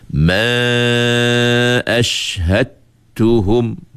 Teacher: Idgham kamil, maksud idgham kamil tu ialah kita menghilangkan keseluruhan bunyi huruf dal